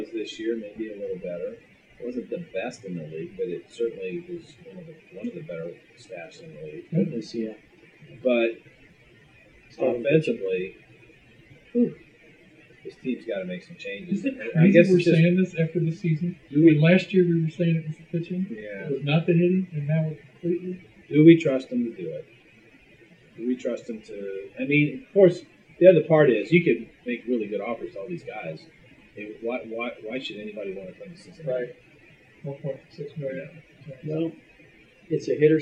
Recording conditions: poor sound quality